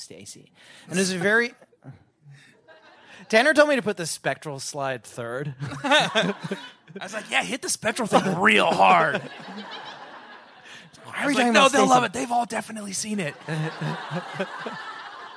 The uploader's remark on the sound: Live at Littlefield in Brooklyn, NY. This is the first (and therefore, currently, best) BSCC live show!